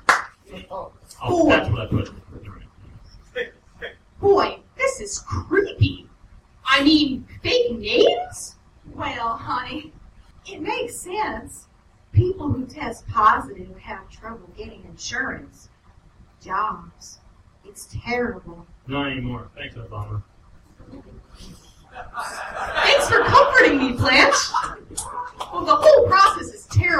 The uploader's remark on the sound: The monthly staged reading show that I did at the Charm City Comedy Project in Baltimore, MD for about a year and a half. Sound effects, transition music and other comedic/editorial sound choices are developed and triggered during the performance. We perform the whole thing (comedians, actors, improvisers and me) for a live audience. I kept the "editorial sound drops" simple by just using my "sitcom soundboard" app.